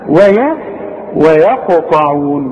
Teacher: والواو ترقق دائما، الياء ترقق دائما، القاف هي المفخمة مع الطاء مفخمة برضو